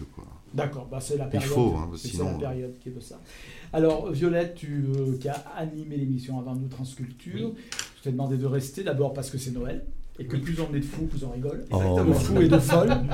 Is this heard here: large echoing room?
no